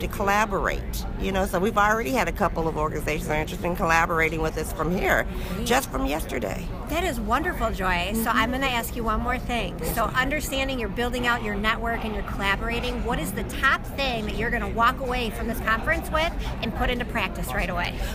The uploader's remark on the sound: Our Common Future conference was held in Detroit, Michigan at the end of October 2017. Our Bonfires team was invited to podcast from the Our Common Futures conference which was held in Detroit at the end of October 2017.